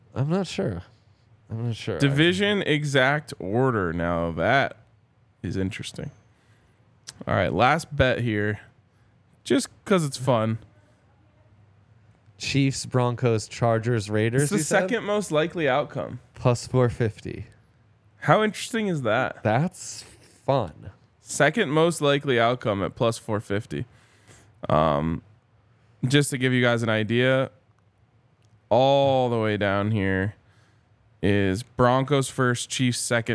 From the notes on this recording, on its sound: coming to you LIVE from the DNVR Bar